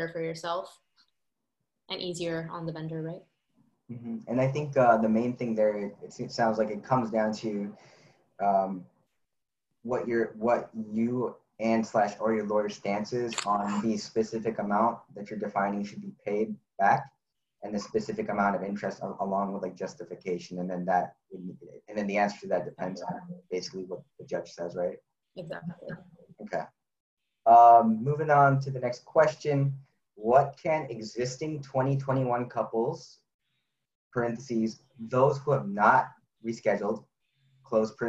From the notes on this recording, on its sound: 1 Hour Q&A Webinar. Today we did a live Q&A session.